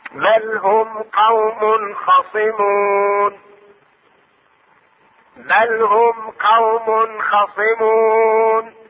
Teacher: إظهار التنوين في الخاء